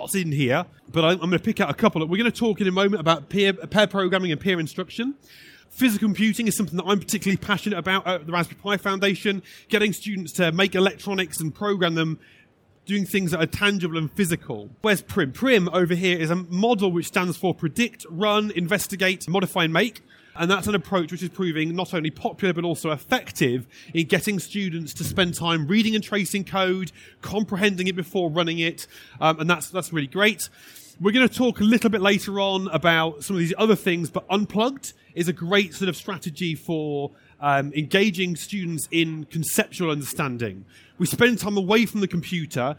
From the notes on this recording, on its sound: This session was recorded live on 14th November 2019 in the Tech Theatre of the Schools & Academies Show at the NEC in Birmingham.